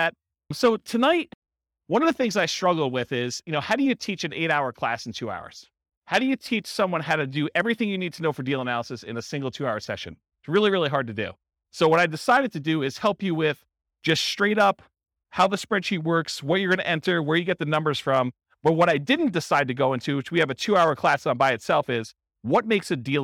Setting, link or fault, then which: setting, live audience